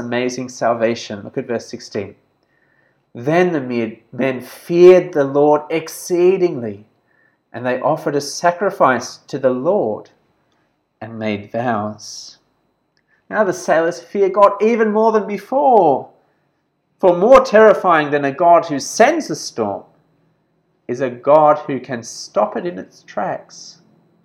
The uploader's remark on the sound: This sermon was preached at St George's Church, Penang on 24th February 2021.